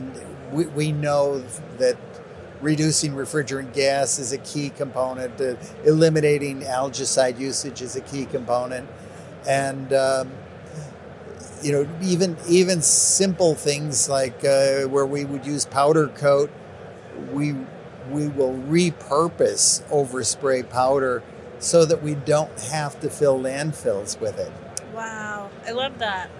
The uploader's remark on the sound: MJBizCon on-site interview